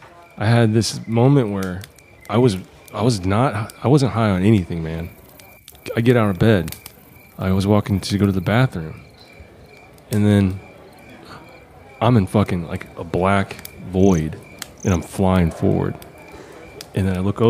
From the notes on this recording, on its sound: their small audience, as they smoke around the camp fire